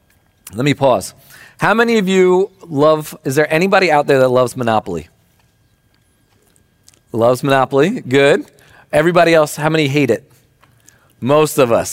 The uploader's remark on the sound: Recording of Sunday gathering on September 3rd, 2023.